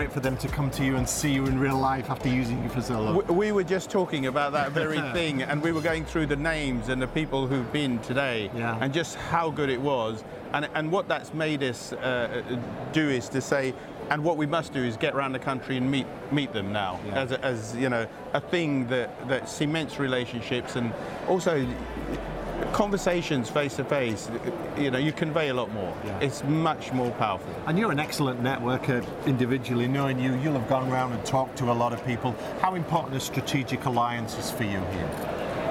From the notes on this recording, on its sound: Live from Europe's Biggest Event 'Accountex'. Live interviews from Accountex 2022 in London. AIBN were the official broadcast partners of the event. Enjoy the live buzz of the event!